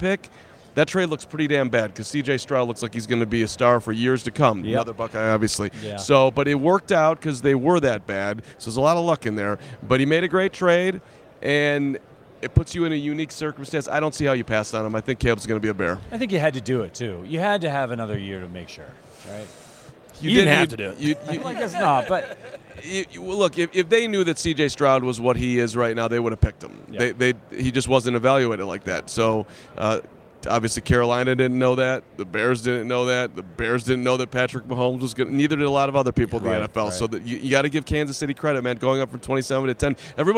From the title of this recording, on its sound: Live from Super Bowl LVIII